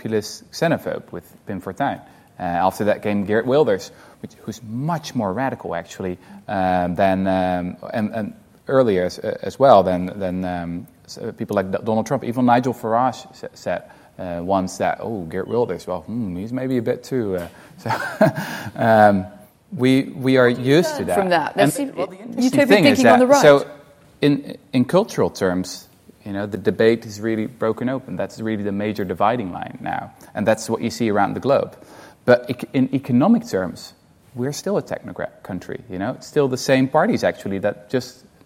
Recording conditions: live audience